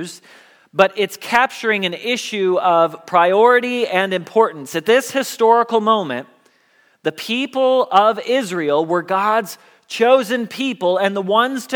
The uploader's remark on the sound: Message Preached at Valley Creek Church